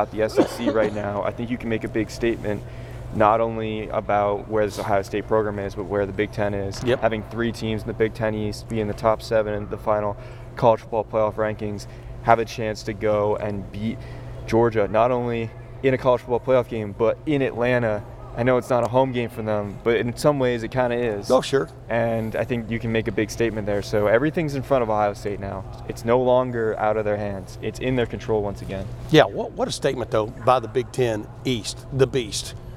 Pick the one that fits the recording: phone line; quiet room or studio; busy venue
busy venue